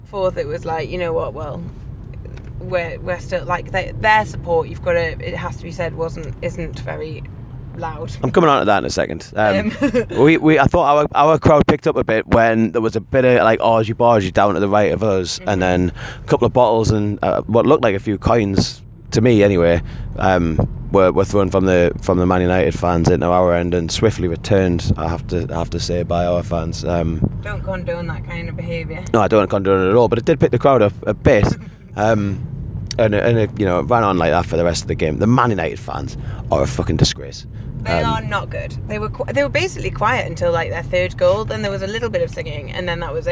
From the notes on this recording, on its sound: driving back from Manchester